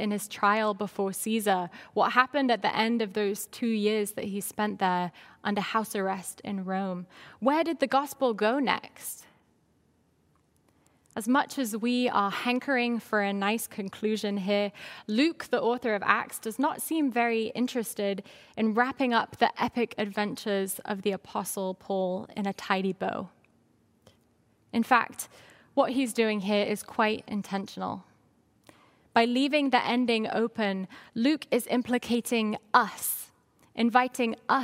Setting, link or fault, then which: setting, large echoing room